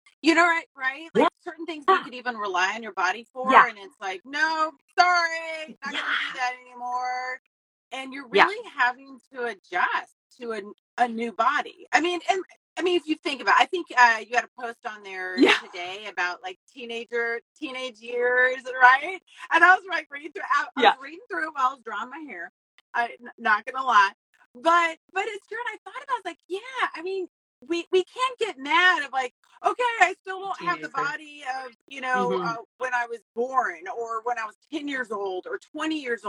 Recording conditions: video call